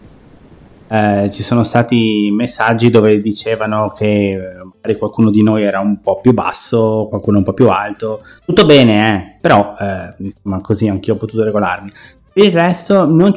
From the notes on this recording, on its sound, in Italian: Diretta NvRadio dell'Evento Apple 12 settembre. L'audio non è sempre perfetto, ma comprensibile.